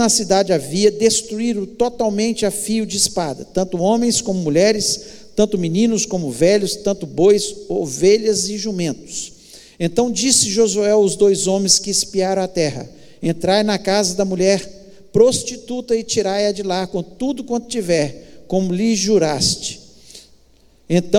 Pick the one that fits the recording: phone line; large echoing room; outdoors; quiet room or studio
large echoing room